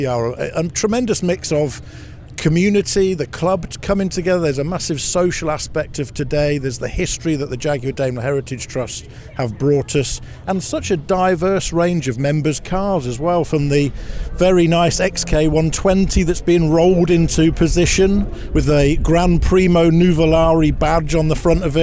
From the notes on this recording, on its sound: Live from Castle Combe. The opening event of the 2023 season of JEC TrackSport track day shows was a truly unforgettable day for all who gathered at the historic Wiltshire circuit of Castle Combe.